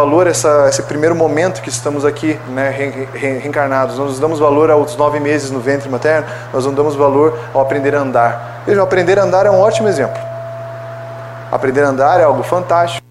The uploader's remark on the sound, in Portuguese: Palestra ao Público